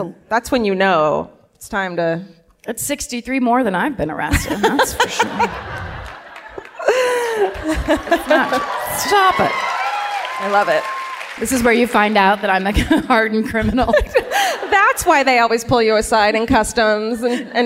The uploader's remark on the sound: Live at the Chinateatern in Stockholm